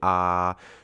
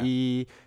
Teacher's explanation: if you say ah, your tongue is way lower than it is if you say e. So if you may have not realized, but the back of your tongue actually goes up when you say E.